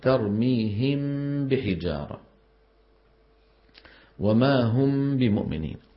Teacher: ترميهم الميم من الشفتين لكن معها غنة، بحجارة الباء من الشفتين لكن ما معها غنة · Term: الإخفاء